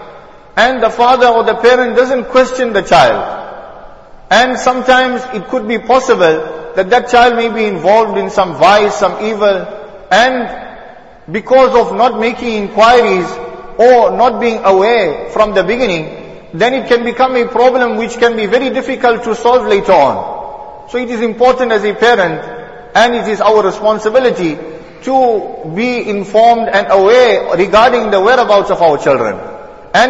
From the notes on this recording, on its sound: Jumuah lecture